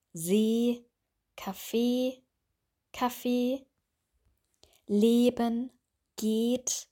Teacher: Das heißt zwei Positionen von der Zunge. Wir brauchen hier nur eine Position, dass die Zunge wirklich bei dem E möglichst weit vorne ist. · Term: lange E